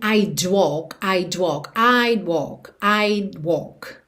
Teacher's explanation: Percebe que você nem ouve mesmo esse D, que é o would contraído